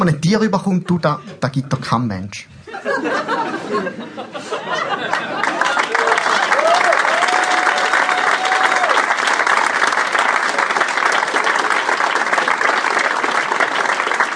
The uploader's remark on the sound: Slam Poetry live. Format: Original Recording.